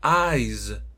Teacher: este eyes, si se ponen a pensar o me escuchan bien, es con el sonido con voz, es decir, voiced sound, que es la zeta